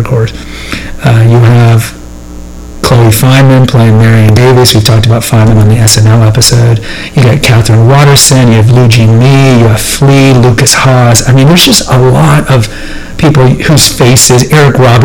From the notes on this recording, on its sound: The audio is suboptimal, my apologies.